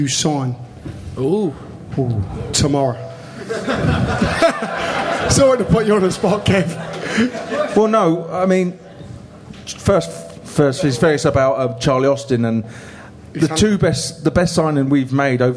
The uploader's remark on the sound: The LIVE Pod. The boys are LIVE At The Good Ship in Kilburn!